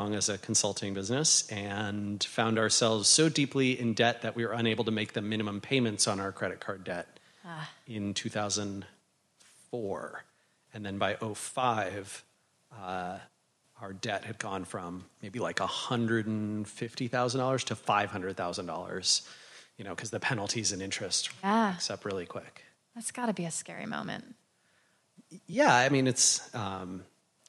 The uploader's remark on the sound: In this live recording from INBOUND 2018.